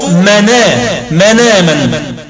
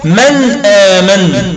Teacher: نقلت فتحة الهمزة، الكلمة أصلها من آمن، فنقلت فتحة الهمزة إلى النون الساكنة التي هي قبل الهمزة، ثم حذفت الهمزة · Shown in: first take · Term: النقل